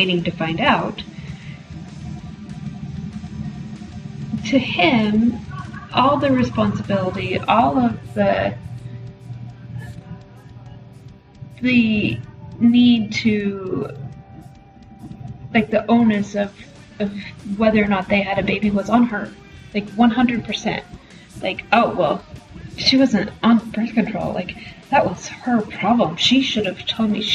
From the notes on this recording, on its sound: the poor sound quality this week.